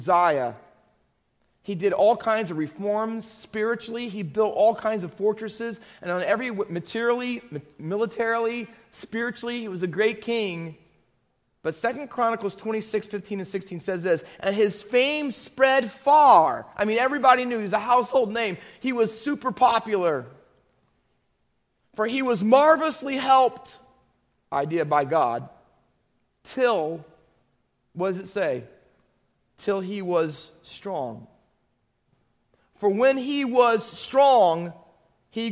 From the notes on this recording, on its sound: Faith Baptist Church in Hamilton, NJ.